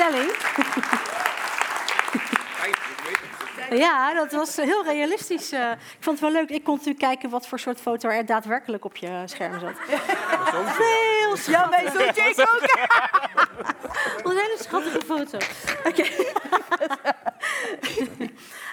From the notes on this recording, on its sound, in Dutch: zijn we op 19 oktober 2022 tijdens een live event in het Bibliotheek Theater in Rotterdam met een groep meiden én jongens in gesprek gegaan